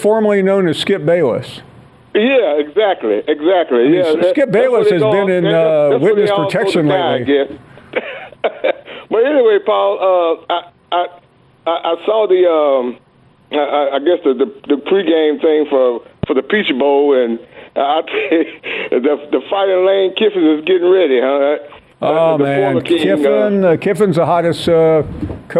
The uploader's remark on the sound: Callers.